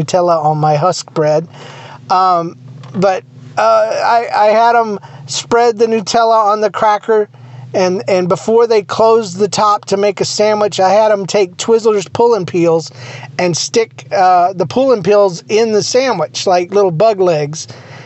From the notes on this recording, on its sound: Just me sitting in my truck waiting on my glasses to get fixed.